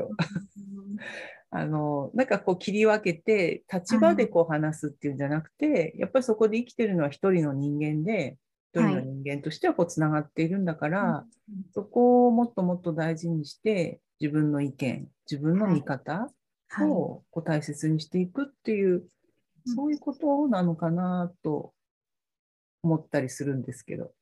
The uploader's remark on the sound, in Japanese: 収録場所： オンライン (Zoom)